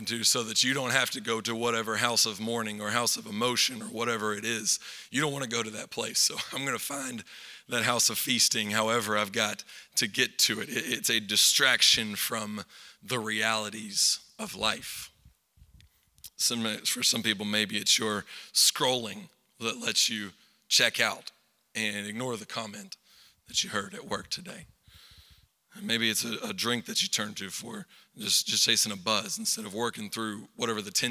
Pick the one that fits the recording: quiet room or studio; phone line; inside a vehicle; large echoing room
large echoing room